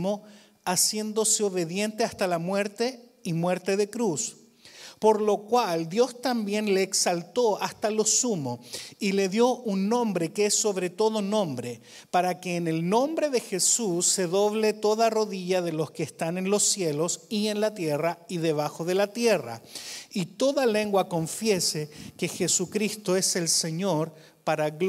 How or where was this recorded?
large echoing room